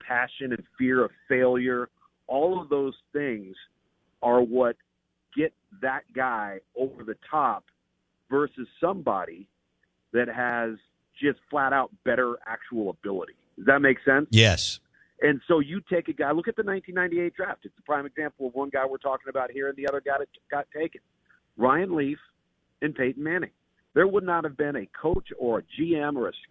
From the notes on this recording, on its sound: joins the show on the Farm Bureau guest line